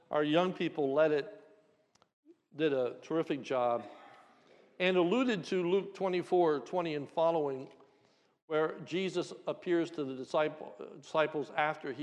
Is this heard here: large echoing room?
yes